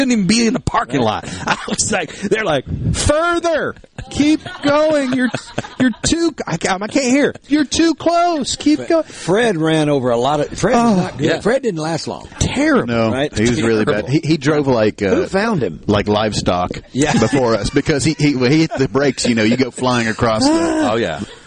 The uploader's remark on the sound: Live! at the Delta Soul Charity Golf Tournament